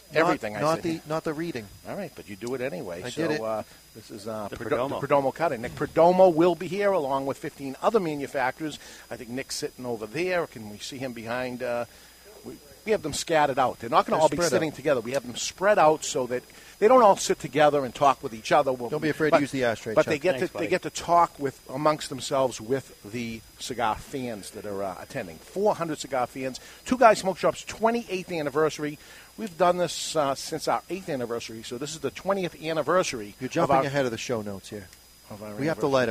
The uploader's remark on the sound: Two Guys Smoke Shop 28th Anniversary PARTY! Live from an undisclosed location, it's Two guys Smoke Shop's 28th Anniversary...